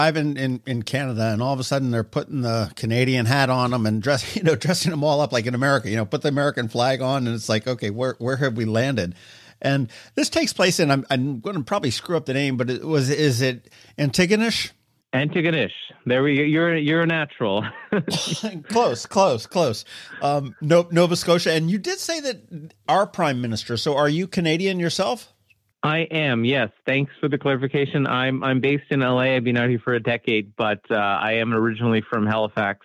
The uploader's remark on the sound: Today, we hopped on the phone